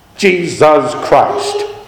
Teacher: it has that sibilant S's and that T on the end